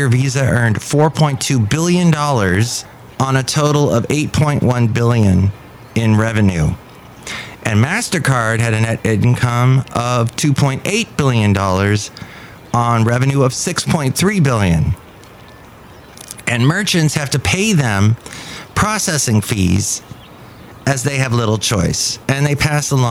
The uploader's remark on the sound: Podcasts live from Café Anyway.